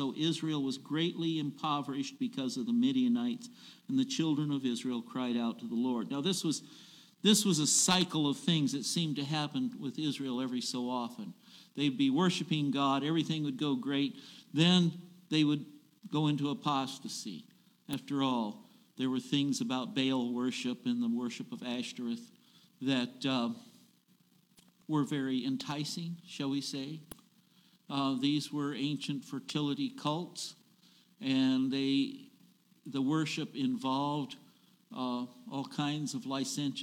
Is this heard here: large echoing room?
yes